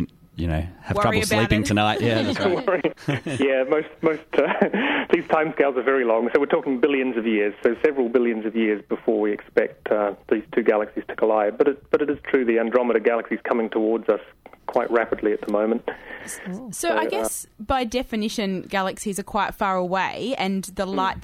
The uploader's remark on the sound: Over the phone. In the studio.